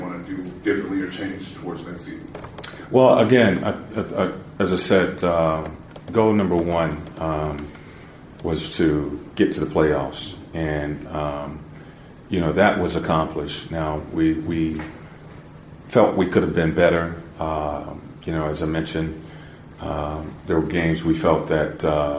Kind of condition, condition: setting, busy venue